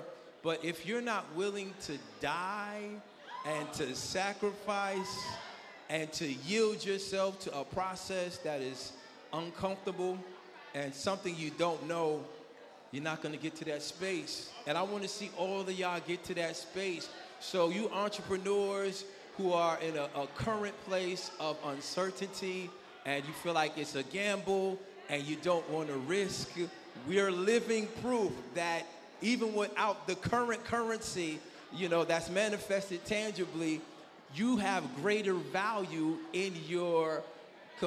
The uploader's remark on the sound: live at the 7th annual Black Diamond Weekend in Norfolk, Virginia